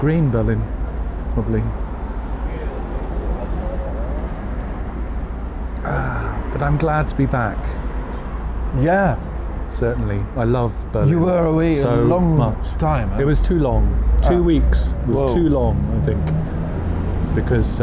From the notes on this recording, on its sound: Sat outside on a terrace of a Turkish café, just opposite Görlitzer Bahnhof in Berlin, took a coffee, and talked. Street noises in the background.